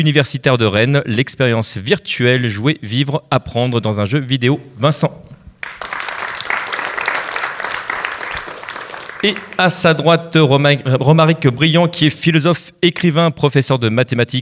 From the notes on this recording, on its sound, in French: Le cycle de conférence organisé à Rennes du 22 au 24 Mai à l’Amphithéâtre de la Maison des Associations lors du Stunfest 2015.